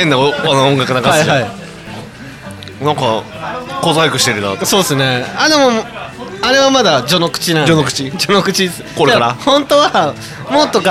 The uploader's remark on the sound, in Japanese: 愛知県東海市を中心に、お酒を呑みながらおじさんが喋るラジオ。今回は、東海市富木島町にございますキサイワ聖地の「とんちんかん」さんで収録！！